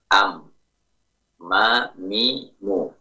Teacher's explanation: Makhraj yang pertama dua bibir, am, ma, mi, mu, itu keluar dari dua bibir.